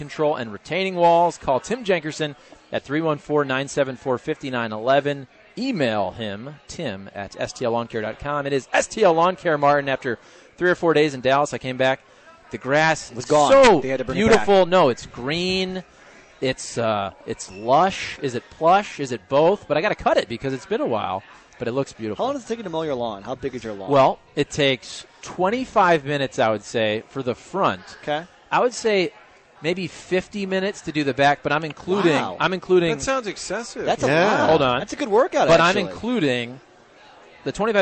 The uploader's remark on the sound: broadcasting live from Blondie's off Wash Ave